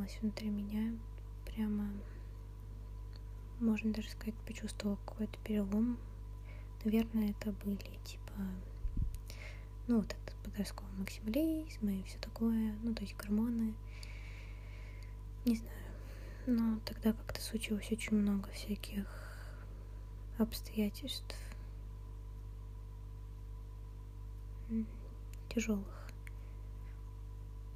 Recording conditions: uneven or low level